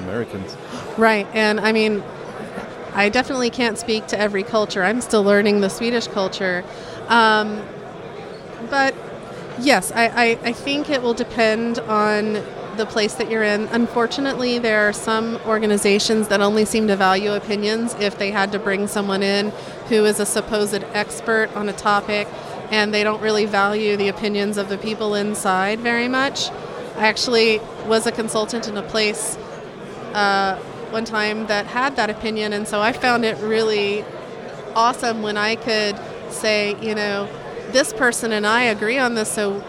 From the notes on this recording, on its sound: Recording location was the DevOpsCon 2019 in Munich.